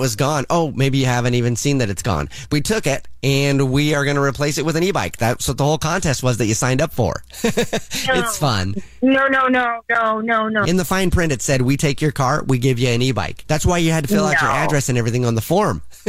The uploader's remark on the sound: phone prank style